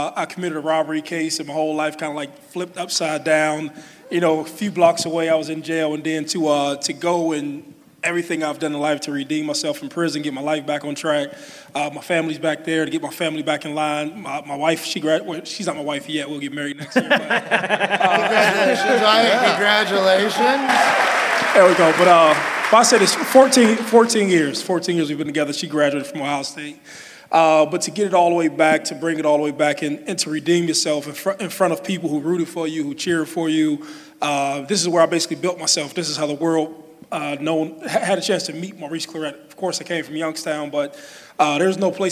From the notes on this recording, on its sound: Live from the Jo Ann Davidson Theatre in Columbus, Ohio. LIVE FROM COLUMBUS.